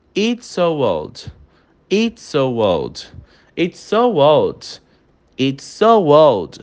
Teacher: Repara como a gente faz a junção das duas palavras e torna quase com um som único, mas isso só na fala, tá, galera? · Term: Connected Speech